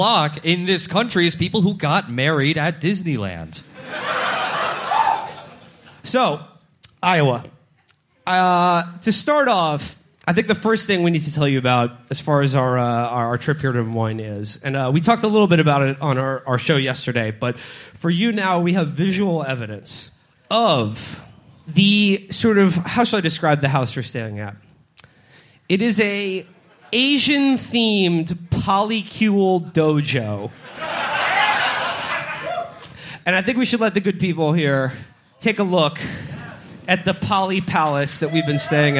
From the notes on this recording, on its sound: Our live show from Vaudeville Mews in Des Moines, Iowa.